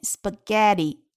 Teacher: spaghetti 中的“屁”有一个浊化，那么并且呢，重音在后面，spaghetti 在 get 这个音节上。好，我们来看下面一幅图。那么这一幅图呢，出现的动物是大象，elephant。Wednesday，ZoopTuesday spaghetti, Monday stringbeans。好，我 · IPA: [spə'getɪ]